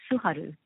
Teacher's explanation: we pronounce R as somewhere between L and D